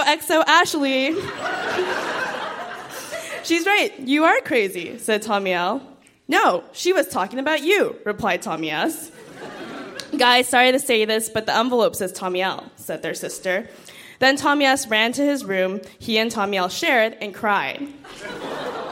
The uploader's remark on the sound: Recorded live at the Royal Cinema in Toronto.